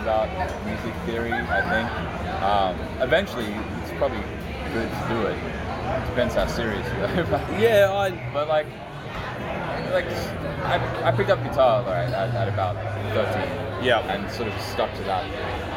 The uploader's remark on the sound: In the first of three live episodes, two of which were recorded at the wonderful YardDoggs establishment. There's a couple of sneaky guests on this episode as well. Recording at the pub what do you expect.